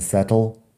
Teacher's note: cuando estoy hablando un poco más lento, pronuncio la T fuerte en settle. Cuando estoy hablando un poco más rápido, Ah, sale el acento americano y digo settle, que es una T más suave, como una D casi.